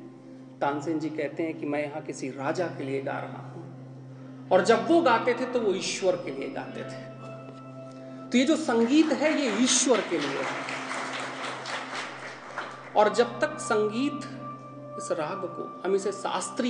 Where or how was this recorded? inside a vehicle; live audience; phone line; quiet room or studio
live audience